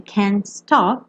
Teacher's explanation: Você também não ouve o T do can't